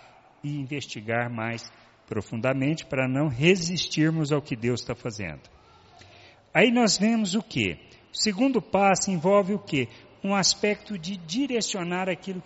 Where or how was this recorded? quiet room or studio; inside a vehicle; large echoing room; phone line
large echoing room